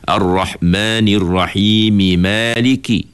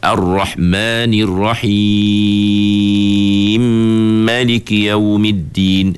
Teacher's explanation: Walaupun huruf mim pertama tu tak mati, tapi dia baca dengan idgham. · Shown in: second take · Ha, bagi dia, iaitu dia panggil idgham mislain kabir.